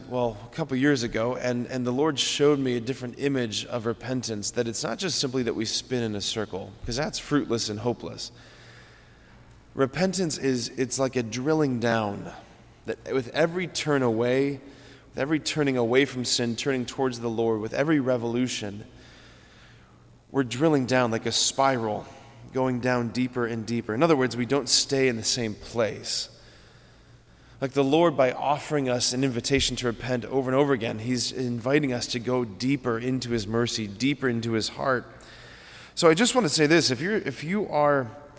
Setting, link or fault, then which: setting, large echoing room